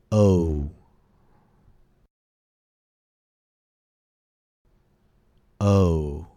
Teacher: In order to pronounce O correctly, the tongue begins centered and neutral, then gradually moves back and gets tense into U. The lips also start neutral and relaxed and gradually come forward and tense. · Term: diphthong